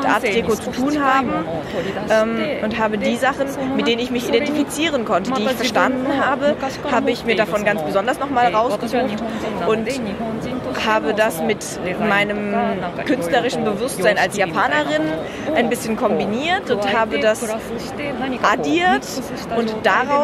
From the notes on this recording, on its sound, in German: Aufgenommen wurde das Gespräch 2016 in Dortmund auf der "German Comic Con".